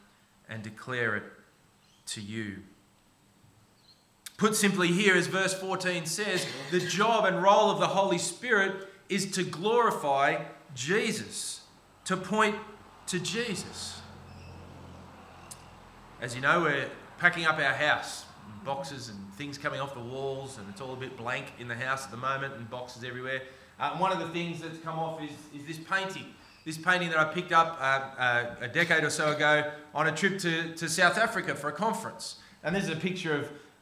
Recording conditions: large echoing room